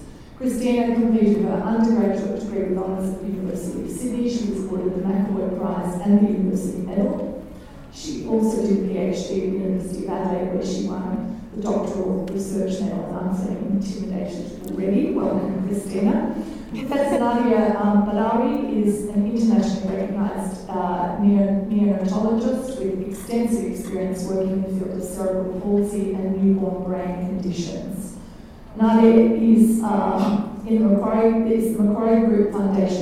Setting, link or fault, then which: setting, busy venue